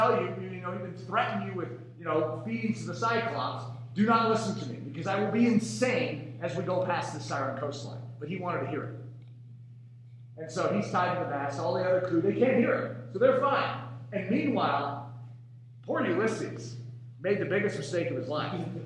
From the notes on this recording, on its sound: please forgive us for the audio quality of this sermon